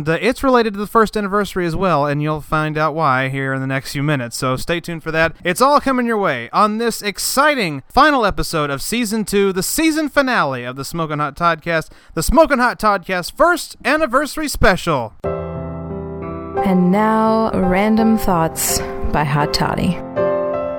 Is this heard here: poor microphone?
no